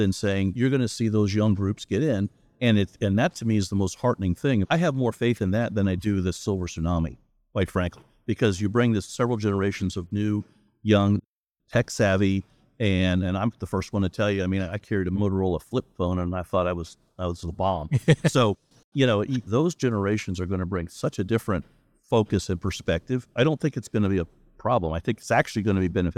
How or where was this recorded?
busy venue